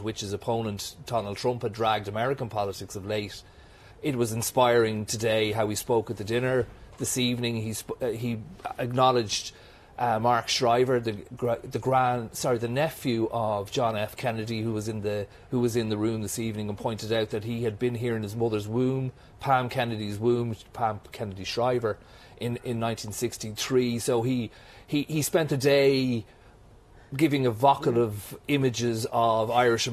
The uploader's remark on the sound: Live at Dublin Castle as US President attends banquet.